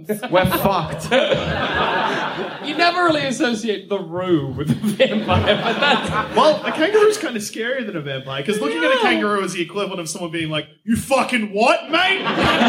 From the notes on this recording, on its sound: Part of our 2017 UK Tour. Recorded at the Soho in London.